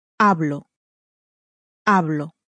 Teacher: So the stress, once more, is on the next to last syllable. And there are only two syllables, so it's on the first syllable